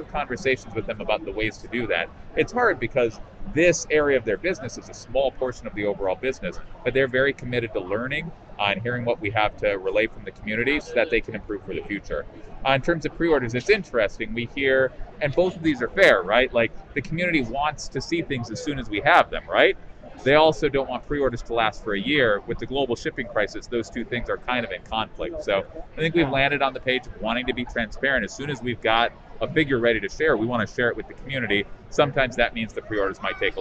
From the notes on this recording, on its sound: Celebration 2022 Hasbro Q&A. Is at Star Wars Celebration Anaheim 2022! To swing by the Hasbro booth on the show floor after the Hasbro Panel on Friday afternoon.